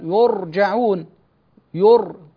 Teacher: الراء إذا سكنت بعد فتح أو ضم تفخم